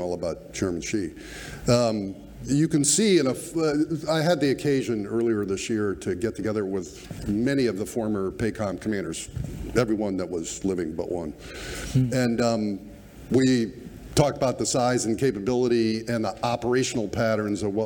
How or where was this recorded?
live audience